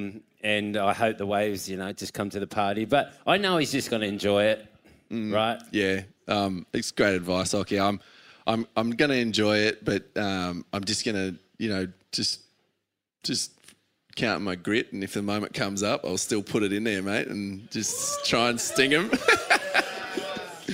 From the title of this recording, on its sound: Retirement Party LIVE from Torquay